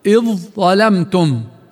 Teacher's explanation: من أمثلة إدغام المتجانسين حرف الذال مع الظاء في مثل قوله تعالى إذ ظلمتم ذال أضاء، فندغم الذال الساكنة مع الظاء المتحركة لتصبح حرفا واحدا مشددا وهي الظاء، وتلفظ إذ ظلمتم راحت الذال.